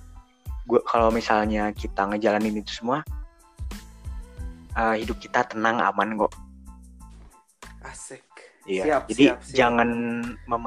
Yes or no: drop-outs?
yes